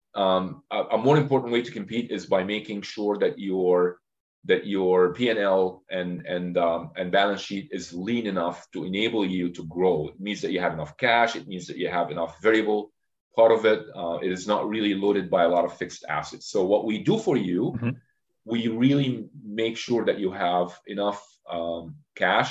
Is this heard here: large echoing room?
no